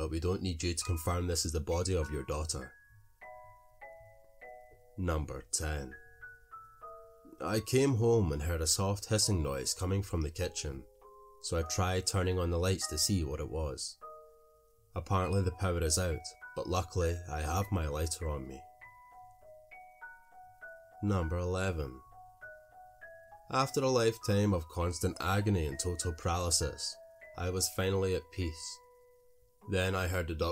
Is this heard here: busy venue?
no